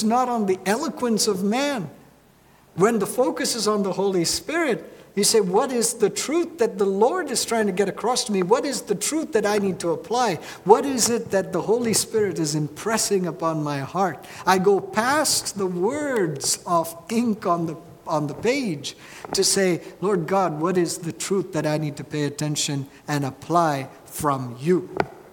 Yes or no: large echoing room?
yes